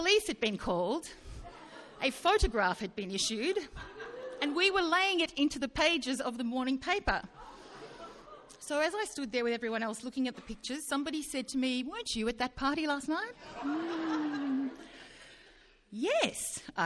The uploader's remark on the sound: Recorded live at Belconnen Arts Centre, Canberra on May 23 2013.